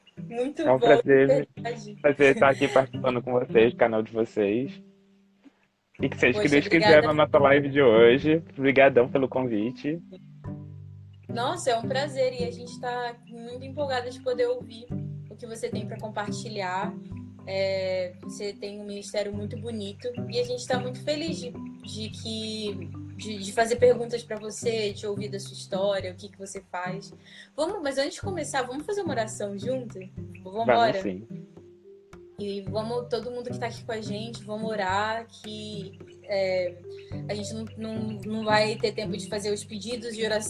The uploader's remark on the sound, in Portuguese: gravado em 21 de fevereiro, ao vivo, no instagram.